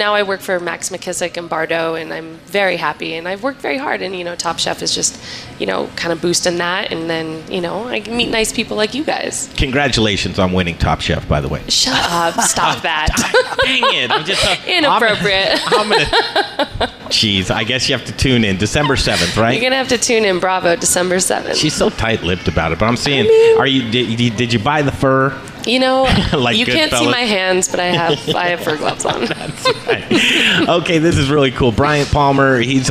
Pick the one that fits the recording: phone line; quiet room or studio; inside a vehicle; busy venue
busy venue